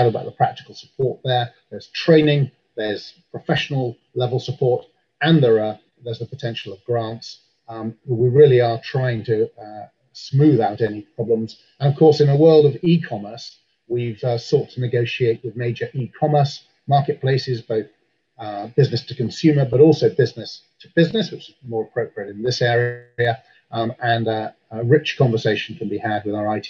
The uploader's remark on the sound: The Waterline Summit 2020 International Webinar Soundtrack.